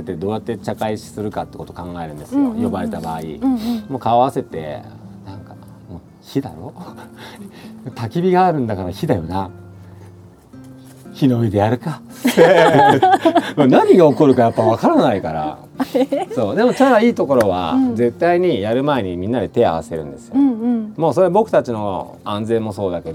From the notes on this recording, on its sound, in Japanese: ご自宅のお庭で収録させて頂きました。